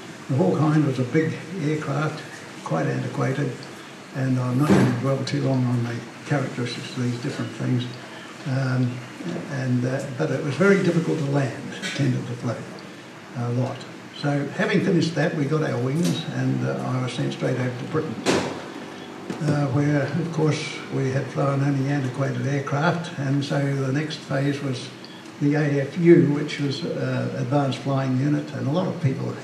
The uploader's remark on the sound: This recording was made on the 14th of May 2011 at the Cambridge Club, in Cambridge at the Wings Over New Zealand Aviation Forum’s annual gathering